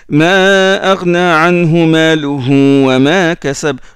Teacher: Le premier ha, on ne le prolonge pas. Le deuxième, on le prolonge.